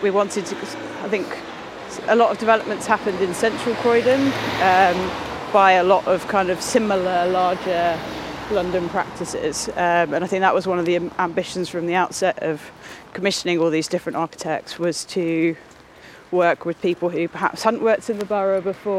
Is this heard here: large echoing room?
no